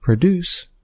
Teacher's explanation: in the verb produce, the stress is on the second syllable of the word.